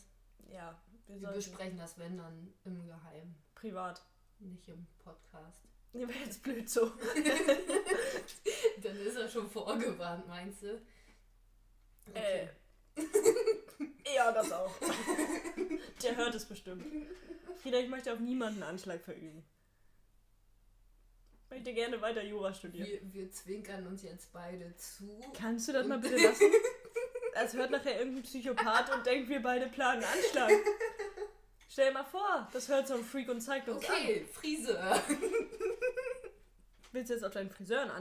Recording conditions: poor sound quality